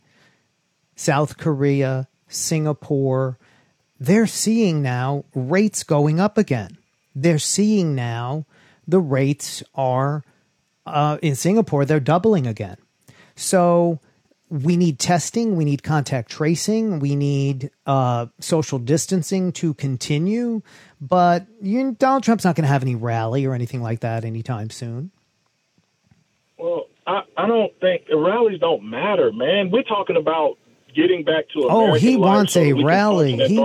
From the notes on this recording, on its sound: Called in to my SiriusXM show. Called in to my SiriusXM show.